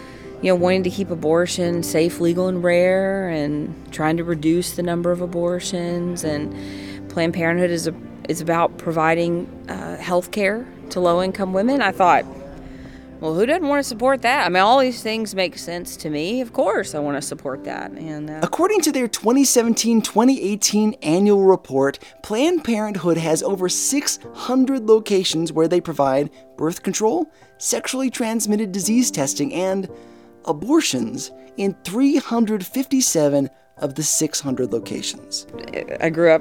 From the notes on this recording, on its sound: The interviews in this show (including American Family Radio, The Museum of the Bible, and more) were recorded at the 2019 Proclaim Conference, hosted by the National Religious Broadcasters Convention in Anaheim, CA.